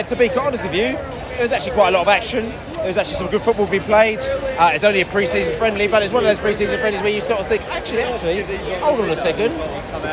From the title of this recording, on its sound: Post Match Podcast from the Atlanta Dome